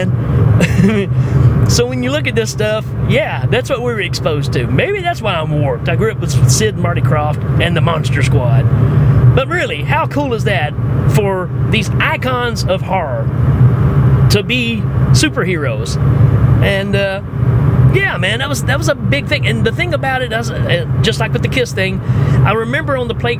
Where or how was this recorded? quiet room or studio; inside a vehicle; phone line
inside a vehicle